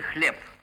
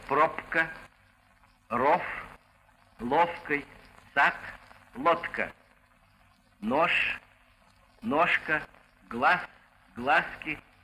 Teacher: Вместо звонких согласных в конце слова и перед глухими согласными в середине слова произносятся соответствующие глухие.